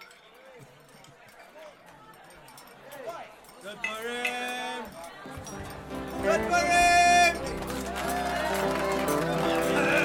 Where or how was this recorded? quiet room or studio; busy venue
busy venue